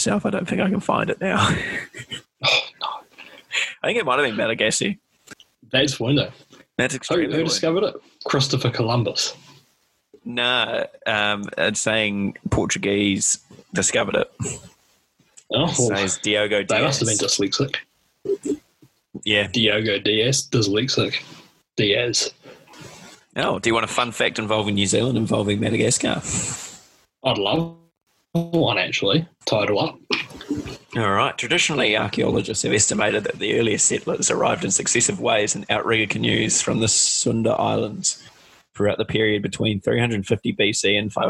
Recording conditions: drop-outs